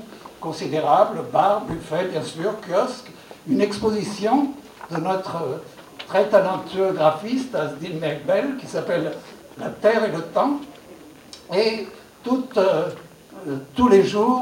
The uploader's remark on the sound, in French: Retrouvez ici l'enregistrement de la Conférence de Presse du 33ème Festival de Cinéma Vues D'Afrique. Ce Festival se déroulera du 14 au 23 Avril à la Cinémathèque Québecoise de Montréal.